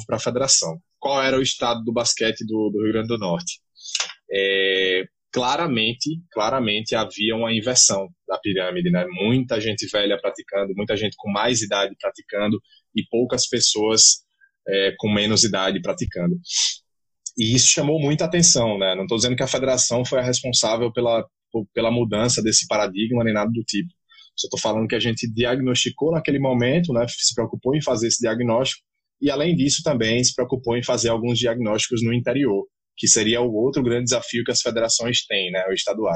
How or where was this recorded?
video call